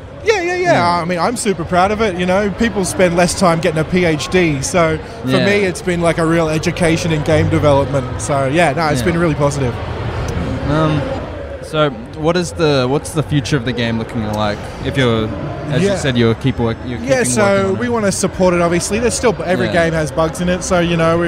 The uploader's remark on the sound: Recorded Friday 11th October 2019 at PAX Australia at Melbourne Convention and Exhibition Centre.